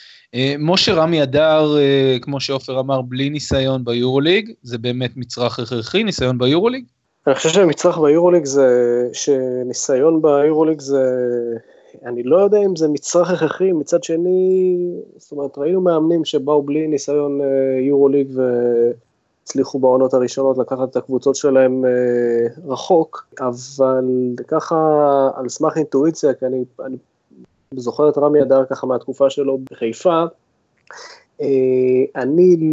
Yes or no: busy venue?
no